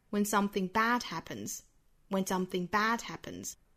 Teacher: 整个前面这个小的调群重读的位置在 bad 上面